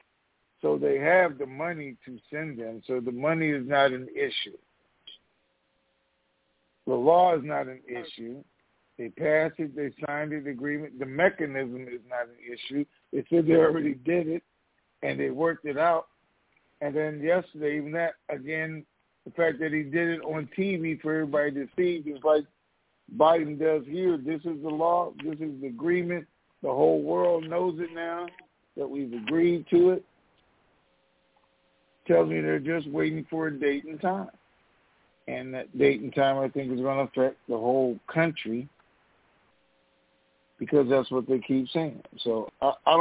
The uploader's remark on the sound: TNTSuperfantastic Conference Call